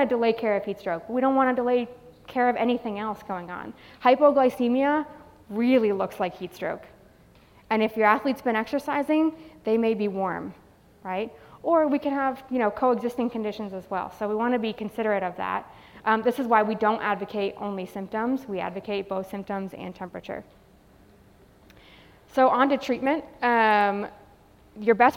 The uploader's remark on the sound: Live at Trinity University&#8217;s 2019 conference. Live at Trinity University’s 2019 conference.